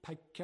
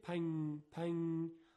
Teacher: نه زبان رو میزنیم به مخرج نون که اظهار کنیم و نه ادغام میکنیم، حالت میانه داره و غنش یه مقداری طول میکشه · Shown in: second take · صدای نون به شکل غنه طول میکشه. · Term: اخفاء